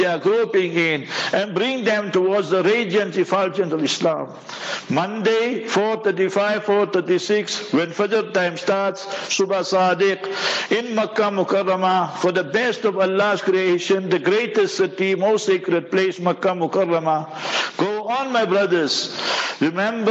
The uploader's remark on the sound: Jumah Lecture at Rainbow Masjid